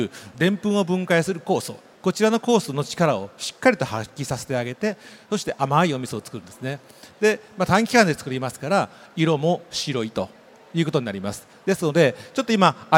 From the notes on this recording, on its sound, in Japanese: CRAFT SAKE WEEK 2023 at ROPPONGI HILLSにて公開収録。